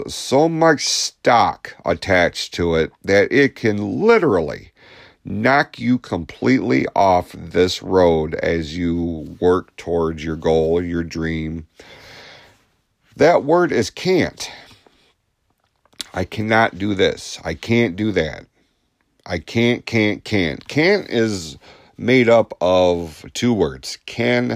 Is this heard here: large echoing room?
no